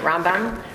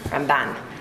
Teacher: Rambam has the accent on the first part of his name, and the Ramban has the accent on the second part of his name